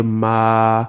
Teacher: the mimun sound comes from your lips. But the ah that follows comes from the empty space in your mouth.